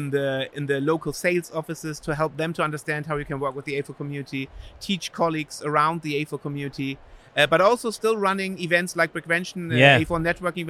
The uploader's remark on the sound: filming live on location at Brickvention 2023